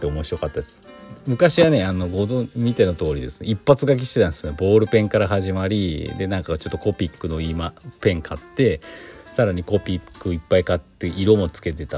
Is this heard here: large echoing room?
no